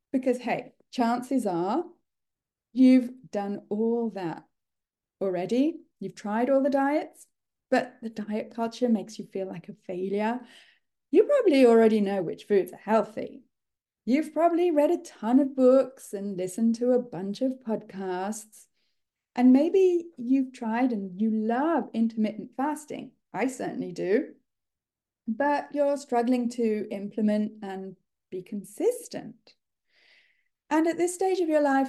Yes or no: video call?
yes